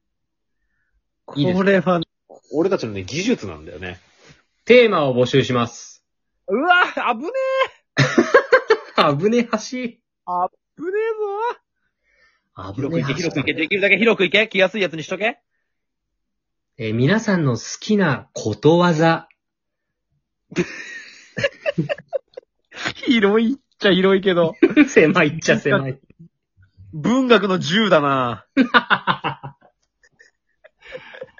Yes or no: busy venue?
no